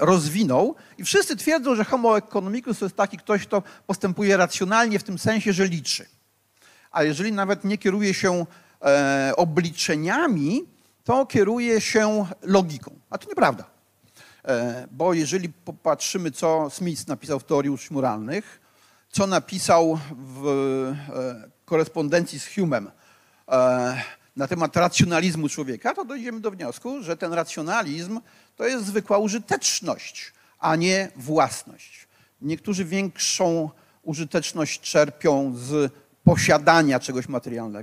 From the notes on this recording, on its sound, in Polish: Odcinek jest nagraniem wystąpienia z Weekendu Kapitalizmu - trzech dni celebracji wolności, niezależności i dobrego biznesu; prelekcji, debat i pokazów filmowych. W 2023 roku widzieliśmy się 24-26 marca w warszawskim Teatrze Palladium.